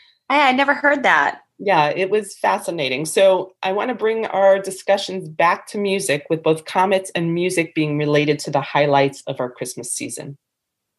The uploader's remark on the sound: Due to a snowstorm (you have to love the North East). Recorded over a Zoom call.